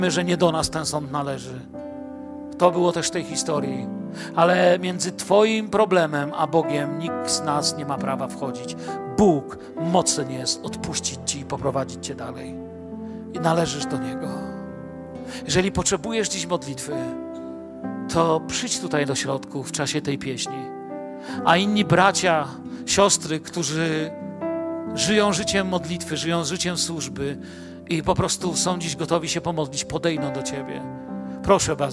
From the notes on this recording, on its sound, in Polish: Kazanie nagrano podczas nabożeństwa niedzielnego w Kościele „Filadelfia” Bielsko Biała.